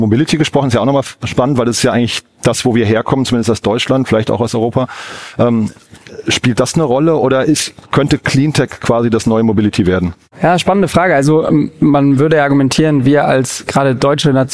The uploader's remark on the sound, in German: Live von der PAKCon 2023 von Project. In der Live-Podcastfolge.